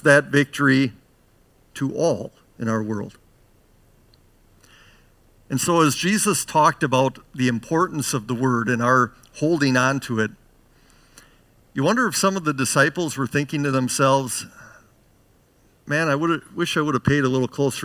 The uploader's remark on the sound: Bethany, Appleton, WI. Preached this sermon at Bethany's Saturday worship on June 4, 2022.